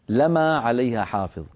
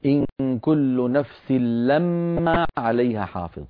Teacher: روى لنا إن كل نفس لما عليها حافظ بفتح الميم من غير تشديد